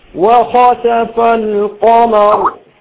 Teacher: والميم مرققة يبقى لازم نخلص ترقيق الميم من القاف ومن الراء اللي هي مفخمتين